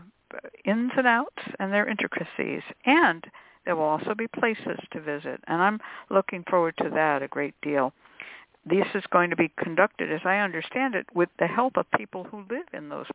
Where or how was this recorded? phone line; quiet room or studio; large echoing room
phone line